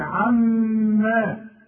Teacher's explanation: والميم انت عارف لازم تغن مدام مشدده